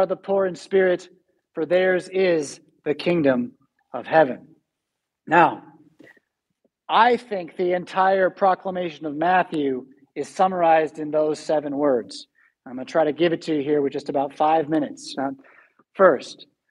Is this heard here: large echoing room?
yes